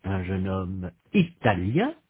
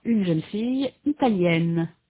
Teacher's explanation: the feminine forms américaine and italienne have a final consonant n that the masculine forms do not · Shown in: second take · Furthermore, in the masculine form, the final vowel is nasal. · in the masculine form, the final vowel is nasal. In the feminine form, it is not. In spelling, the feminine forms have a final e that the masculine forms do not.